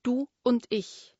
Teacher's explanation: Damit das Du und das Und nicht über das gemeinsame U ineinander fließen, wird das Und mit einem Glottisschlag gestartet.